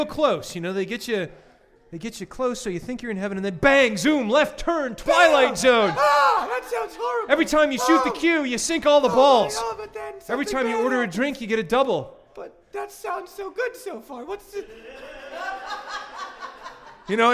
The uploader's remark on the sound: Recorded live at 50 Mason Social House.